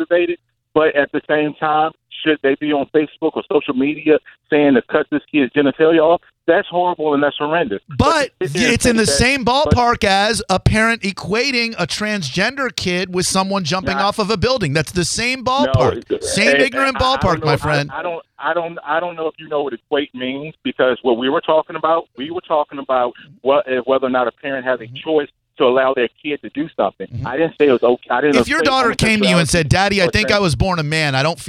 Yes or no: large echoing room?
no